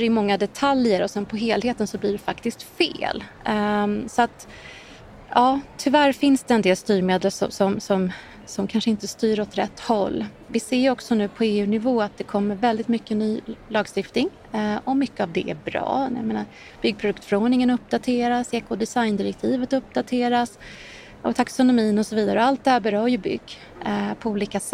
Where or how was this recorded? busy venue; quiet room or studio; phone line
busy venue